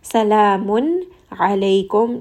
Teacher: Salamun, this is going to be an idhar sound. We have a noon sakin followed by the letter ayn, which is a throat letter. So this noon sound is going to be pronounced very clearly.